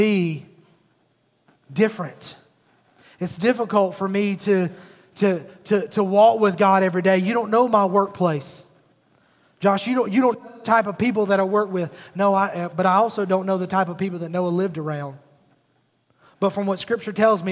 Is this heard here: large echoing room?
yes